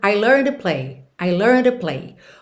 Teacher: D, T, T, D, a gente já sabe que costuma ligar num som só. E para além disso, esse to, essa preposição to, muitas vezes ela vem r, r.